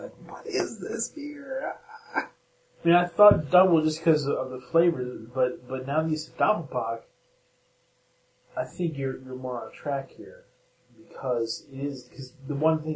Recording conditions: poor sound quality